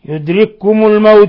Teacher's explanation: يدرككم هذا مثال للإدغام الكبير، لأن أصلها يدرككم، فأضغمت الكاف الأولى في الكاف الثانية، مع أن الكاف متحركة سكنت ثم أضغمت.